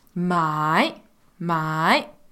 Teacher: third tone for us kind of is a slow down up